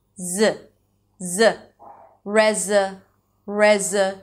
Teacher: Then the next syllable is z, z. It's a schwa sound after a z sound. · IPA: rezəˈluːʃən